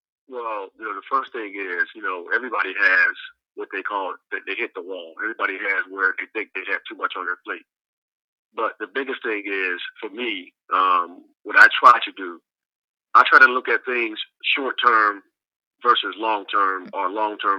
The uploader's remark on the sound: I make a very special phone call to my father